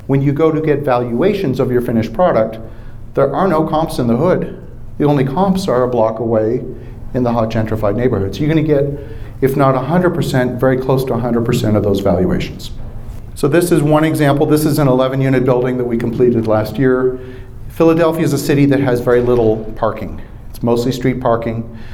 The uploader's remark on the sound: Live From the Raising Money Summit